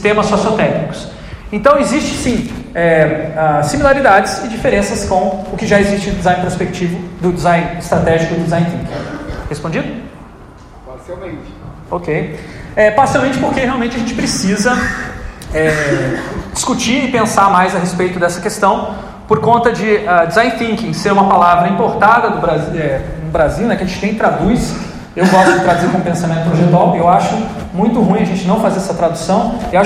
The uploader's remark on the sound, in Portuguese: Grava��o realizada no Festival de Interatividade e Comunica��o (FIC19) , em Porto Alegre. Grava��o realizada no Festival de Interatividade e Comunica��o (FIC19) , em Porto Alegre.